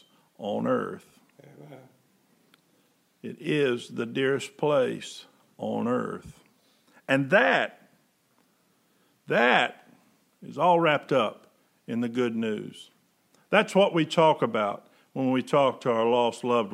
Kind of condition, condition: setting, large echoing room